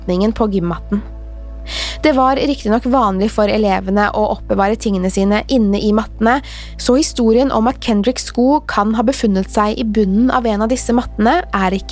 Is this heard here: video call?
no